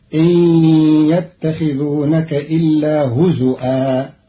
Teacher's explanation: قرأ قالون كلمة هزوا بهمز الواو على الأصل في لغة بعض العرب، فتصير إن يتخذونك إلا هزؤا.